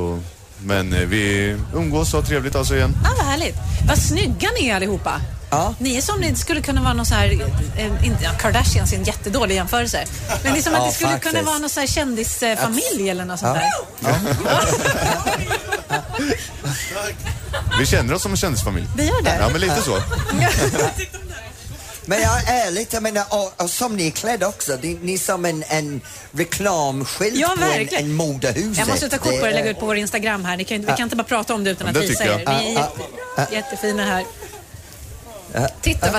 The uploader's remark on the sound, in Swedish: Live från Liseberg.